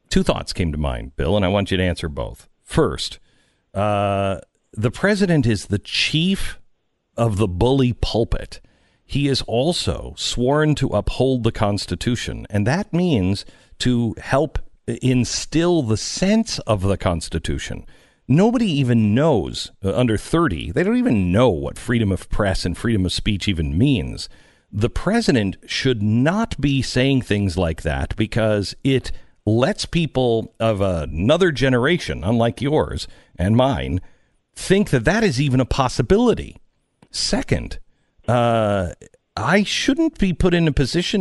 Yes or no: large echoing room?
no